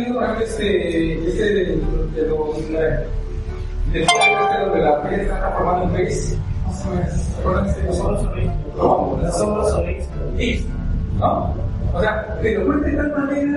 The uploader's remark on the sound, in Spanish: Hicieron en el Instituto Océano un evento alrededor de la literatura de terror y me invitaron a hablar por una hora. El audio no es ideal.